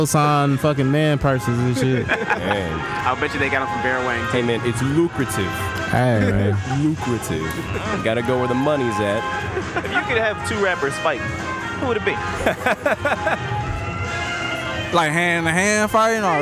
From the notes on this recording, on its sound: Dream Con 2019. While recording at Dream Con.